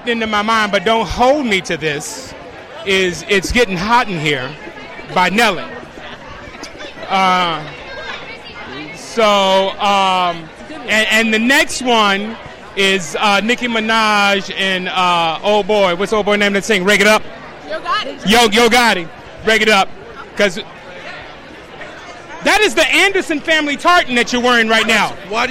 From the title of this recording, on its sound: Back Stage At The EMMY Awards